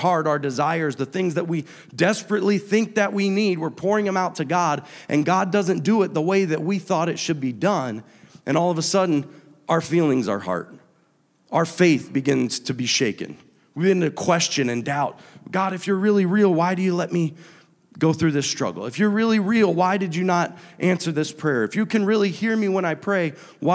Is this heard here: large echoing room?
yes